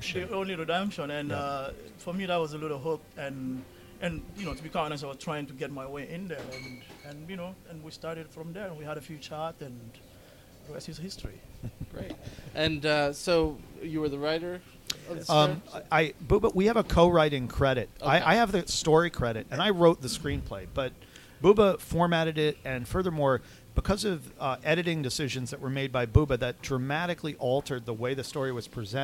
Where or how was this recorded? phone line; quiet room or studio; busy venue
busy venue